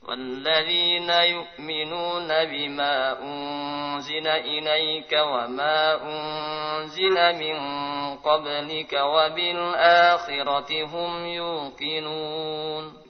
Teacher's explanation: pada bacaan mad jaiz mufasil, pada jalur Thayyibatun Nasyr dibaca 2 atau 4 atau 5 harokat panjangnya, sedangkan jalur Syatibiyah panjangnya dibaca 4 atau 5 harokat.